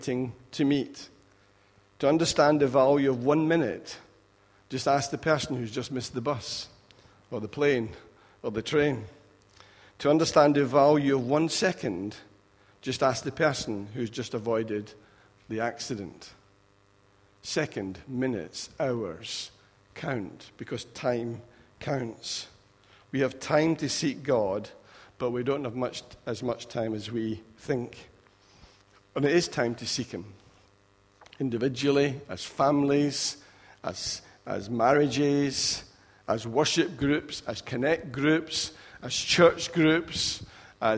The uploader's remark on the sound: Recorded at freedomcentre church, Preston on Sunday 23rd October 2016